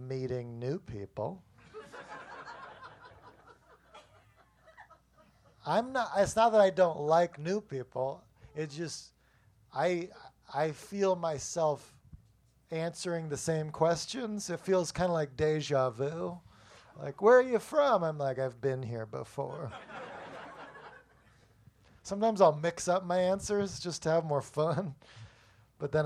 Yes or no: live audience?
yes